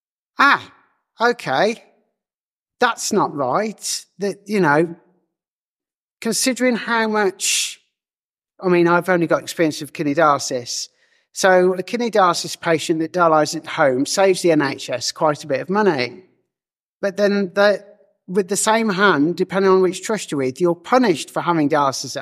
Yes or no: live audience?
yes